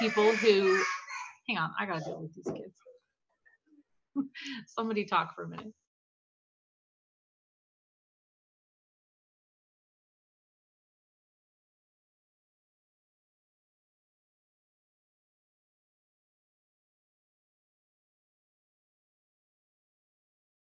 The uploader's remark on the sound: Due to kids the recording was stopped twice, so there are three parts to this evening's talk.